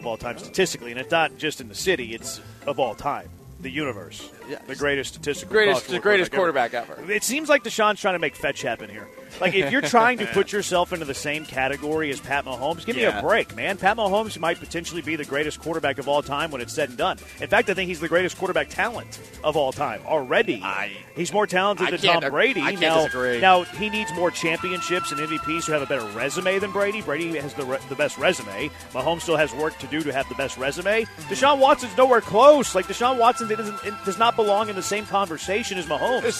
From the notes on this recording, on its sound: LIVE from Circa Resort & Casino in Las Vegas!